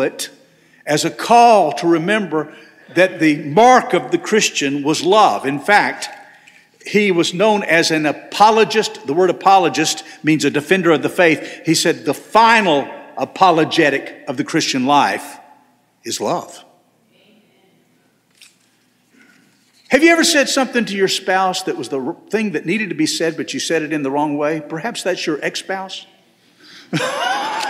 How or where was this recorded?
large echoing room